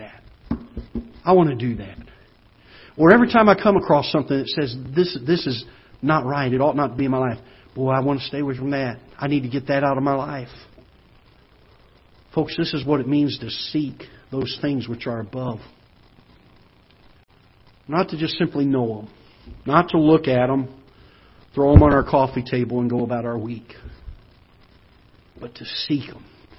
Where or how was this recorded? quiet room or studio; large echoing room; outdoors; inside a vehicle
large echoing room